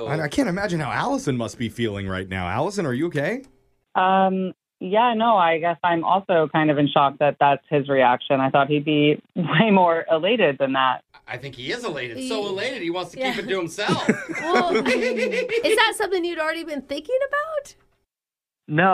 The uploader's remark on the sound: we’re doing an Awkward Tuesday Phone Call!